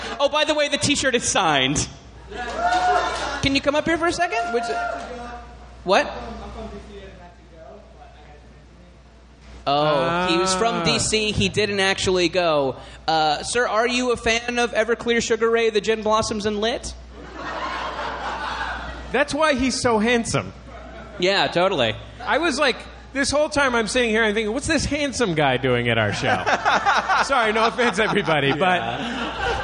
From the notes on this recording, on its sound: Live from Riot LA!